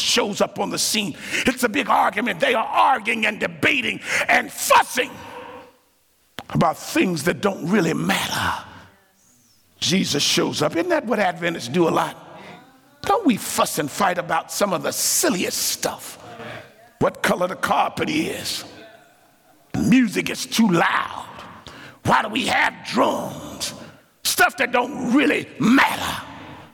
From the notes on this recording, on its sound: Tuesday night's main session at the 2023 Propel Conference